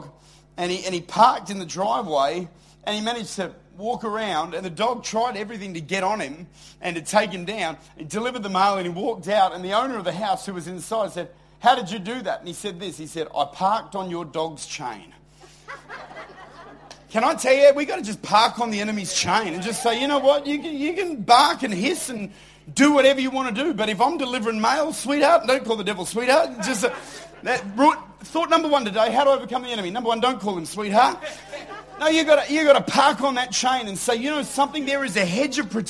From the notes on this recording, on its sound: Recorded at Lifepoint Church, Adelaide.